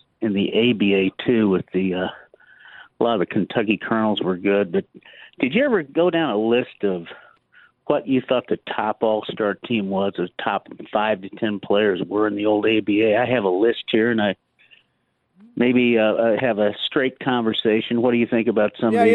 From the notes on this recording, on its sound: take more of your phone calls